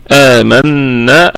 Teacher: الميم مفتوحة في الدرجة الخامسة من درجات الغنة، أي في أقل درجات الغنة